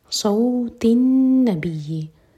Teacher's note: Saud heavy, सौ मदलीन और आगे नून पर गुन्ना